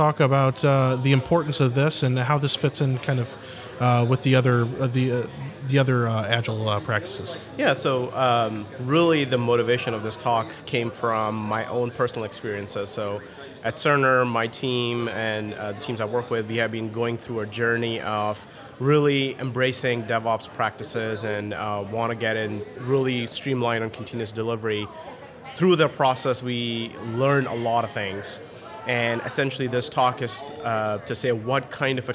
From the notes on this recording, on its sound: Live From Agile Midwest.